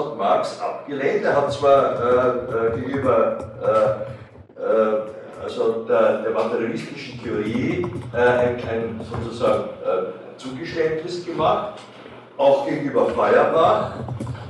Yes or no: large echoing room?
yes